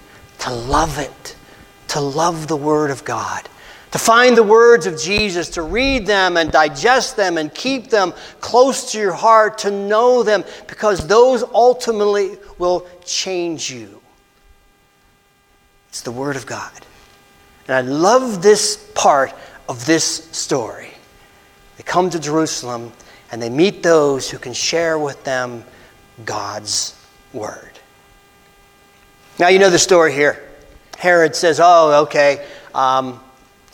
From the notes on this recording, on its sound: This message was delivered on Dec 24, 2023 at First Christian Church in Somerset, PA.